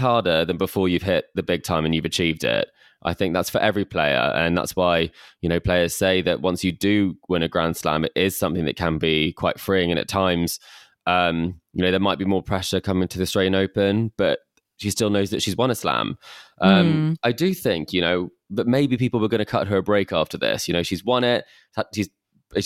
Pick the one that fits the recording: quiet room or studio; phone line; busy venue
quiet room or studio